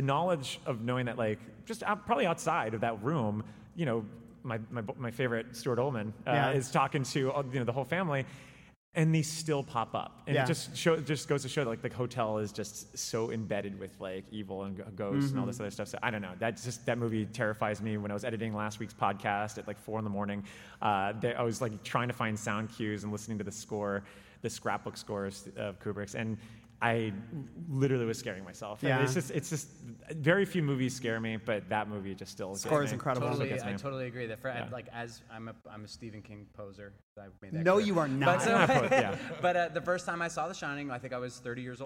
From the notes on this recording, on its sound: Live from Chicago's Music Box Theatre. This episode was recorded live at Chicago's Music Box Theatre during Greetings from Castle Rock: A Stephen King Film Festival.